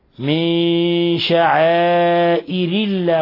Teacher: ولاحظ إخلاص كسر الراء، ينبغي تبيين كسرة الراء وإخلاص كسرة الراء